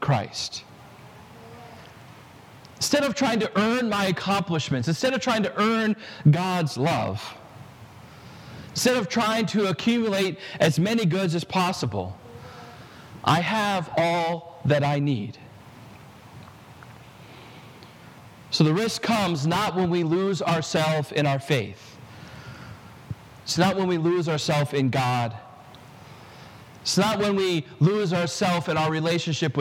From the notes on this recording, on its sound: This sermon was preached at Prince of Peace Lutheran Church in Kensington, CT